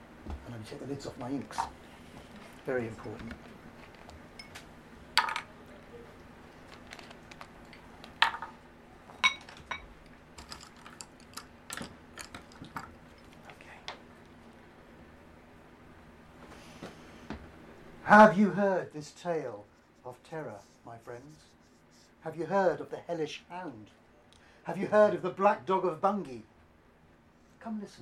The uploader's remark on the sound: Just a little warning that this is a live recording so has some background noise.